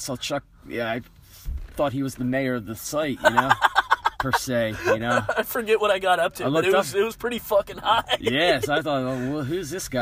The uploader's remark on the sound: shoot the shit for a little while outside a gig in PA